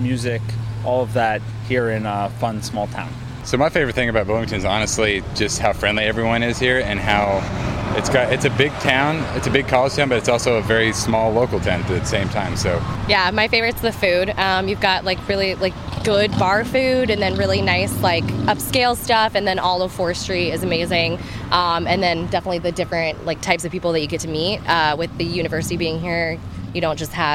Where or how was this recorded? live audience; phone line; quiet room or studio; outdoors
outdoors